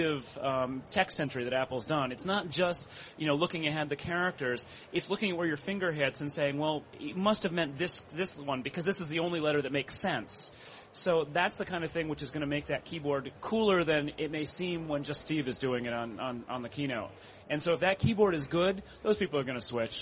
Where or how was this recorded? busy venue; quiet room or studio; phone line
busy venue